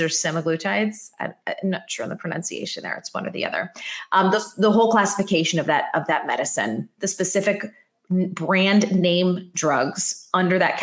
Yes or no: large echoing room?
no